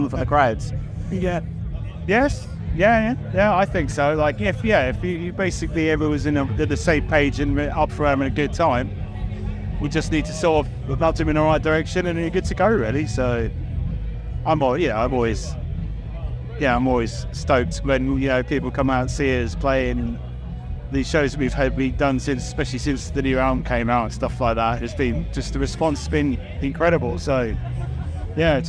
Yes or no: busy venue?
yes